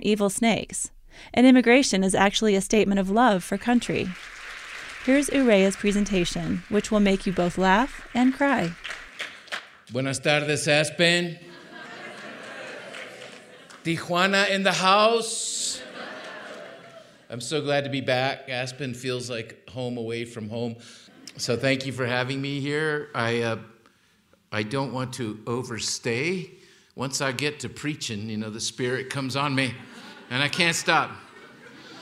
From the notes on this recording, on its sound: Held on stage in Aspen, Colorado as part of an Aspen Words lecture series. Aspen Words is the literary program of the Aspen Institute.